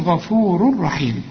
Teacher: تنوين وبعد راء برضو، يا اما راء او لام، ما عنديش غنة، ما تغنش اذا لقيت تنوين او نون ساكنة، نون بدون تشكيل، هتقول غفور رحيم.